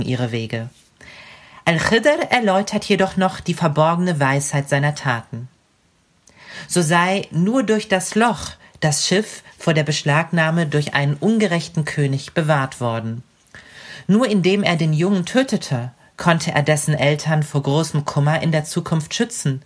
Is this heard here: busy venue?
no